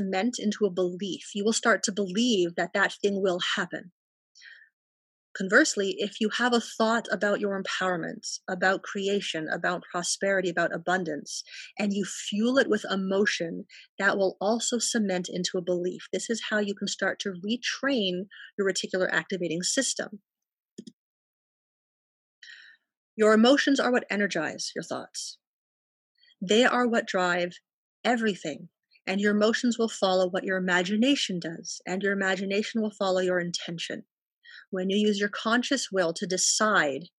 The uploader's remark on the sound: Each BTGPpodcast episode is recorded LIVE during my virutal Healing Circles. These free, no RSVP-required gatherings unfold with a candle meditation.